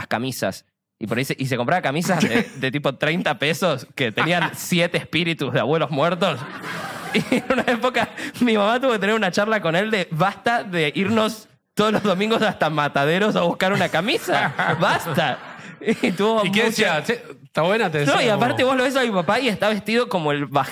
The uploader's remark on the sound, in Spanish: Estamos EN VIVO en el TEATRO CHACAREREAN